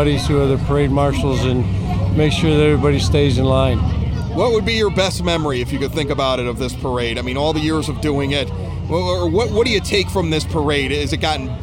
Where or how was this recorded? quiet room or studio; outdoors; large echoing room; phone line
outdoors